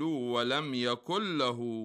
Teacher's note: والأحوط استحبابا الإدغام إذا كان بعد النون الساكنة أو التنوين أحد حروف يرملون، ومثال ذلك قوله تعالى: ولم يكن له كفوا أحد، تدغم نون كلمة يكن في اللام